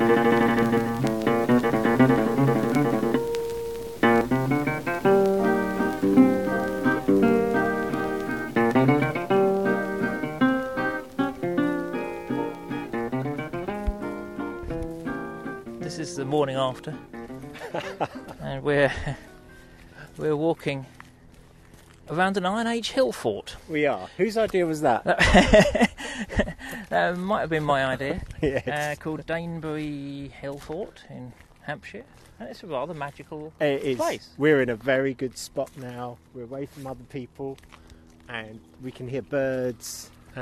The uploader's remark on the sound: Expect a bit of dodgy audio. We recorded part of this while walking round the ramparts of an Iron Age hill fort.